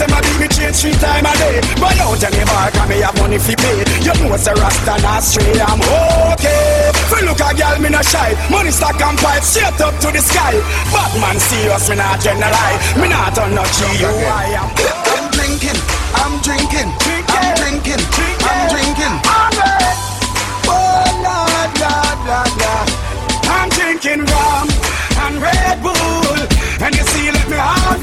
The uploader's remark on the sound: Live Recorded Mix from a Cookout Gig last month.